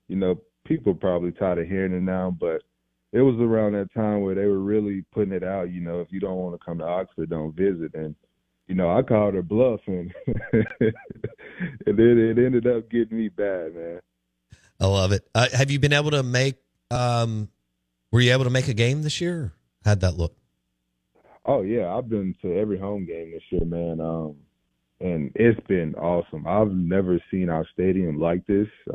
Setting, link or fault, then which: link, phone line